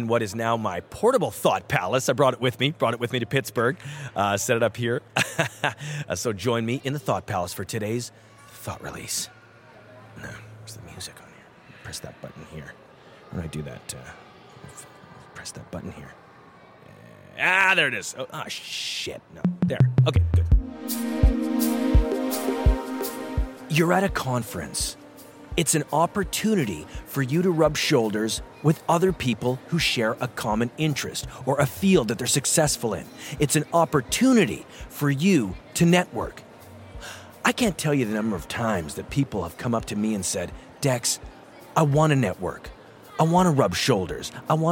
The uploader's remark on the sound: Special on-location episode from the Innovation Now conference in Pittsburgh. Various conference attendees.